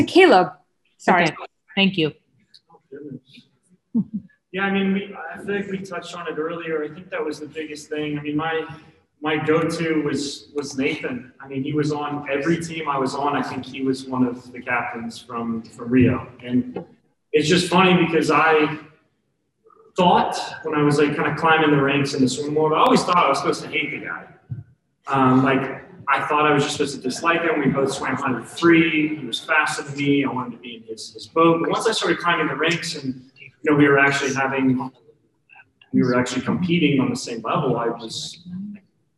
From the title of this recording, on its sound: 2021 Olympic Media Day - Press Conference